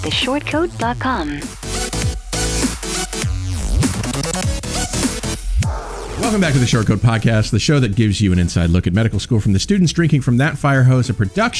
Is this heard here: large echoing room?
no